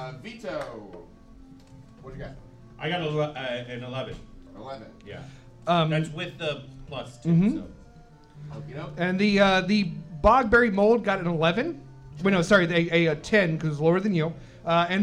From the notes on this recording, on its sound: Here’s another tale of adventure from our new live show, Thirst For Adventure! We’re still figuring out how to record in a huge room, so apologies for the rough audio.